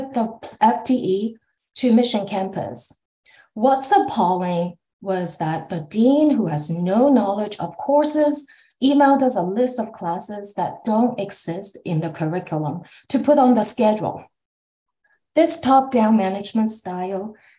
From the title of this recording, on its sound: originally on Zoom